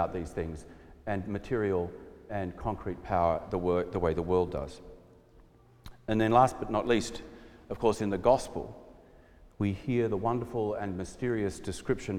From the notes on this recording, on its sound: preached at our celebration of the Holy Eucharist on the Fourth Sunday after the Epiphany